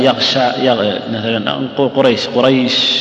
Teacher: بعض الناس إذا بغى ينطق الثاء أو الشين يجعل فيها صفير، مثلا يغشى يقول يغشى مثلا قريش قريش، يصير فيها نوع من الصفير.